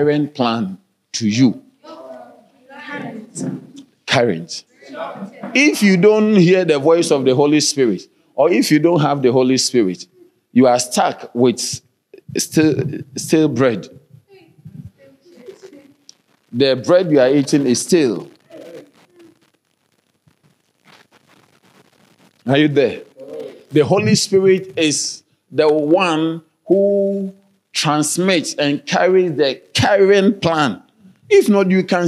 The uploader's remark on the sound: Sermon delivered on Sunday, December 3, 2023, at Strong Christian Church in Bellville, South Africa.